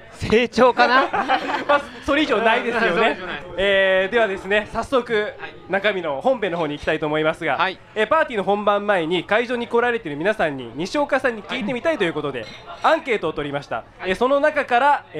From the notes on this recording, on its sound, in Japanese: オーガニックワインバー喃喃 麻布十番ストアより公開収録！